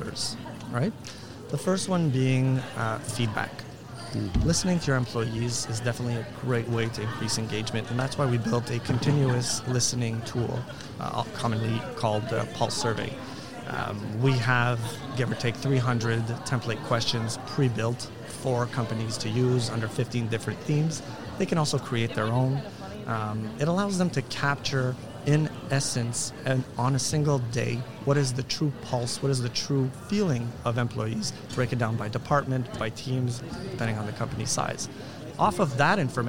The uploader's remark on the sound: Live from SHRM 2022.